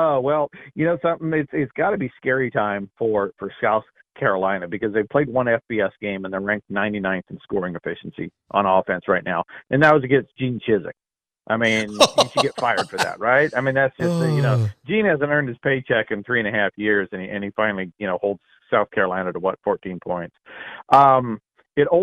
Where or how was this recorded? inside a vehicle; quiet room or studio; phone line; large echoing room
phone line